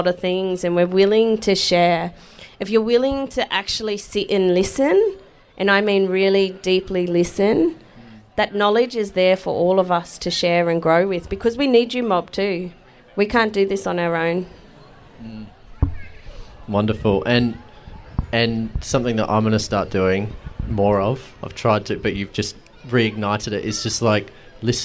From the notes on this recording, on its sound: This conversation was recorded live at Renew Fest back in May.